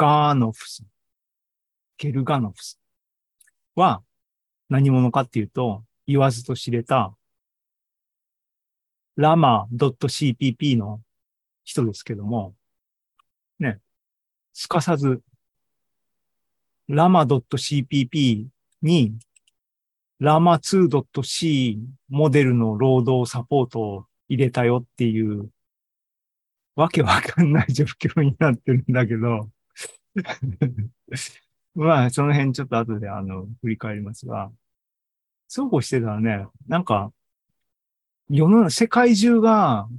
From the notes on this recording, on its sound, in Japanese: ２０２３年７月２９日に開催した ZOOMライブの模様です